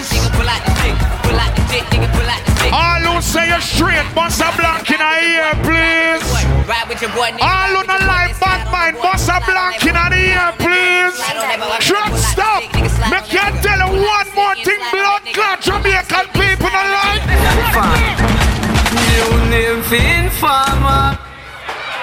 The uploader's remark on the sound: Truckstop Saturdays 1/20/24 (LIVE AUDIO)